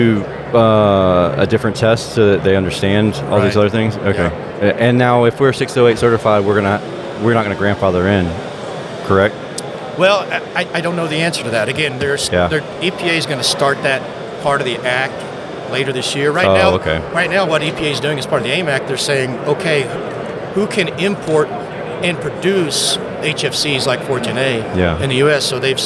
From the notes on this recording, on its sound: We recorded this episode live while at the AHRexpo 2022 in Las Vegas. There is some background noise, but the content is worth the listen!